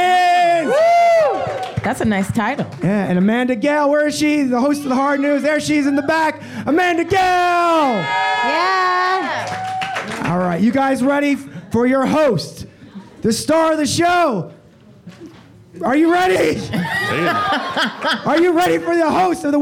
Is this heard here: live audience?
yes